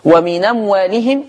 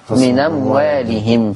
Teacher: النقل نقلت حركة الهمزة إلى النون فصارت من أموالهم